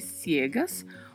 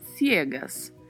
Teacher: pode se pronunciar com o som de S normalmente, cegas, ou com o som de C gerado com a língua entre os dentes, que é o mais comum na Espanha, ciegas.